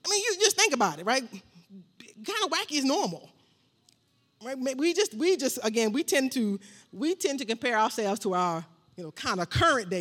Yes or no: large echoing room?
yes